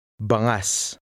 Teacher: S often makes a longer sound than in English. This is more noticeable in words ending with S.